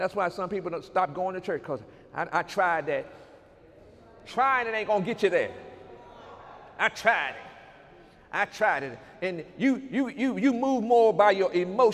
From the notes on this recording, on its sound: During Sunday morning service on October 8, 2019